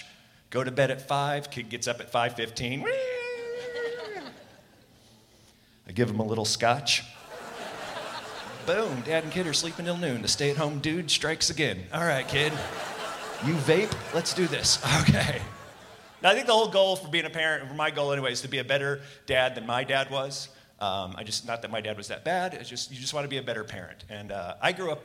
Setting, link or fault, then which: setting, busy venue